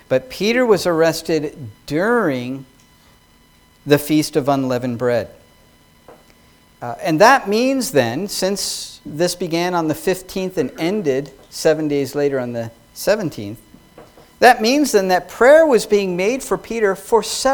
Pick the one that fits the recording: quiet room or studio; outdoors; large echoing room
large echoing room